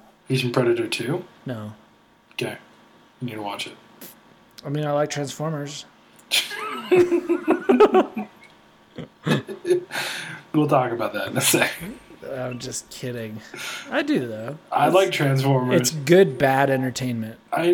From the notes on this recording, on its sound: There is some funky echos going on in the episode.